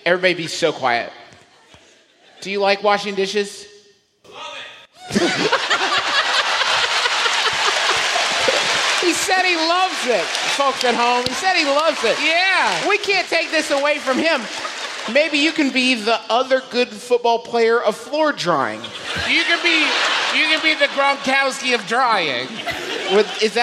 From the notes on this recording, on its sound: our live show in gorgeous Columbus, Ohio from our most recent tour